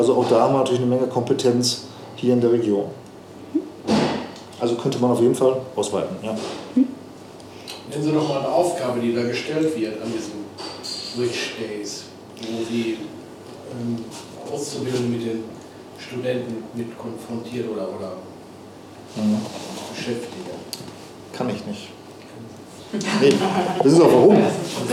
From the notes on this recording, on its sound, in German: April 2022 im Café Vielfalt in Lemgo aufgezeichnet.